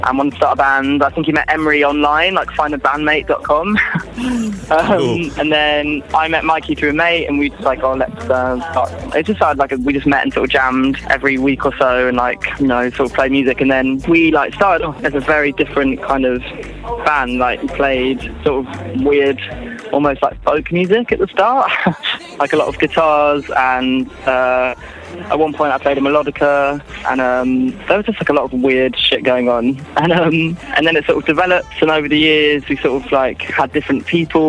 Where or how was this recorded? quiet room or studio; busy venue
busy venue